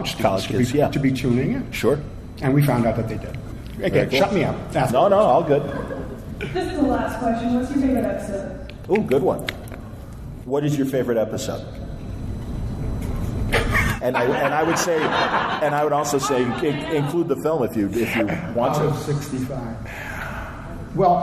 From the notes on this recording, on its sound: Live from FanX in Salt Lake City Utah.